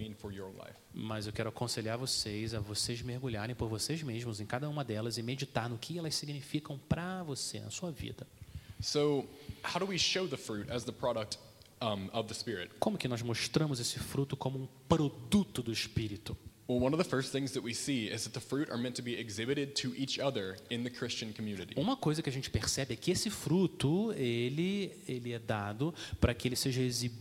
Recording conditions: large echoing room